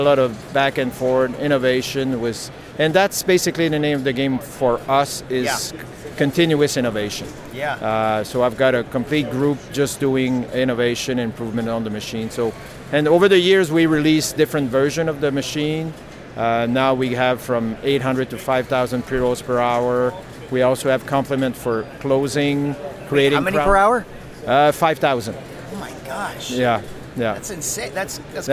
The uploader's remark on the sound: interview recorded on-site at the CWCBExpo